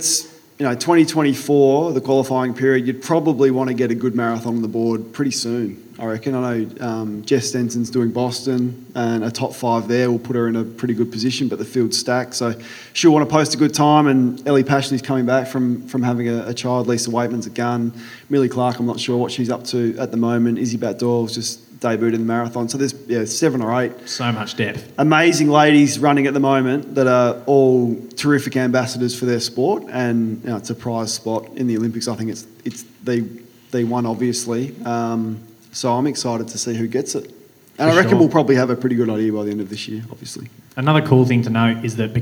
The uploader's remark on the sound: Last month we produced our second ever live show to celebrate the upcoming launch of the Hoka Clifton 9. This special live-show recording.